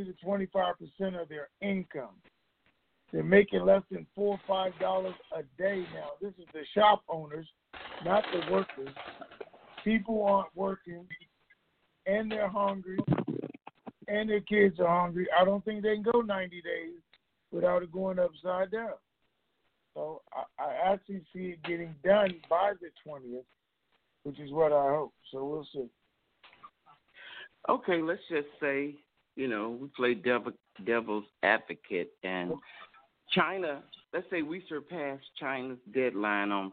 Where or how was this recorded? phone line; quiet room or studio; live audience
phone line